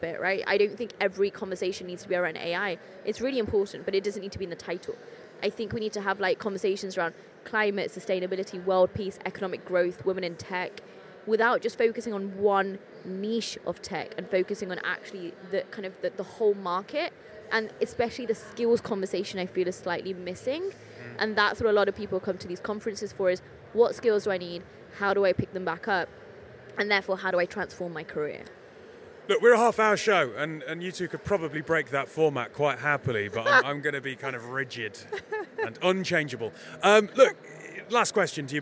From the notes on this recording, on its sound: We're mixing it up with a podcast recorded on the floor of Web Summit.